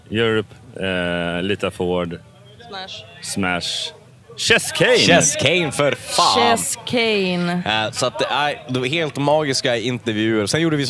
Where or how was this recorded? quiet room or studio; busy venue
busy venue